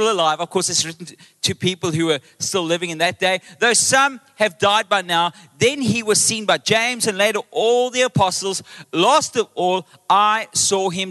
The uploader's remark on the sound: Recorded live on Sunday the 9th April 2023